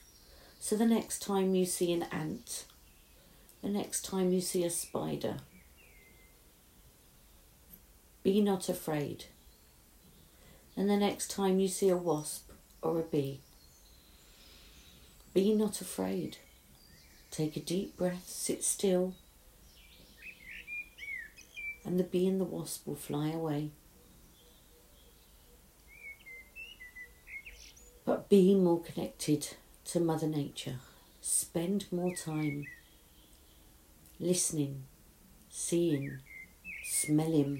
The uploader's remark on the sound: with the noise of the birds in the garden as background